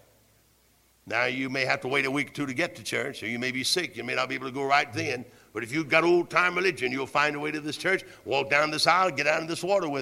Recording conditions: large echoing room